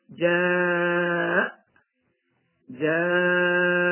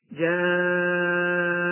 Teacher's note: المد بمقدار أربع حركات أو خمس حركات أو ست حركات · Term: المد العارض للسكون